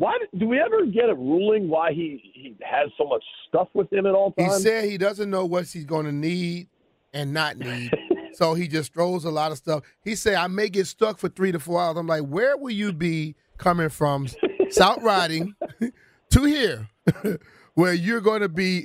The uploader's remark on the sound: Calls In Live From The Slopes